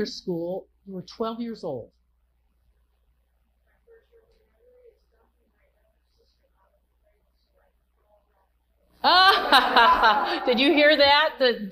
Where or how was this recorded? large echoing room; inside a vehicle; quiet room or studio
large echoing room